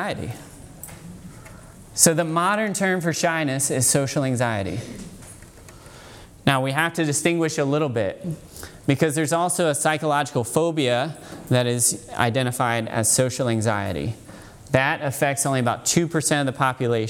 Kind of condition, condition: setting, live audience